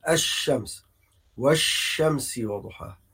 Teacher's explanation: ليه ادغمت اللام في الشين عشان كده بنجد حرف الشين مشدد دليل على إن هو عبارة عن حرفين الحرف الأول ساكن اللي